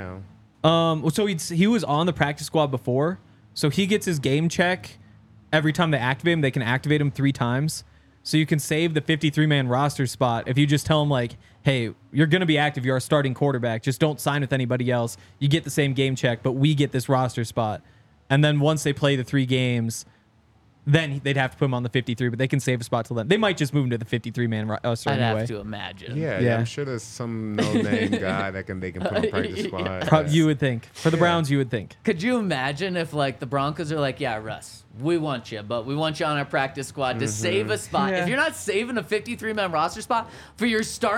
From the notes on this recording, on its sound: coming to you LIVE from the DNVR Bar